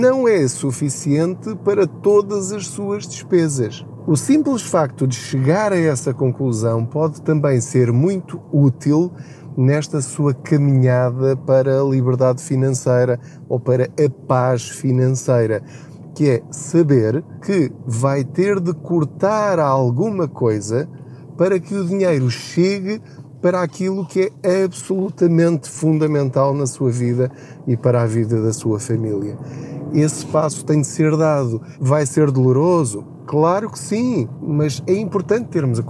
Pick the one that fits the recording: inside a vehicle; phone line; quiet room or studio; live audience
inside a vehicle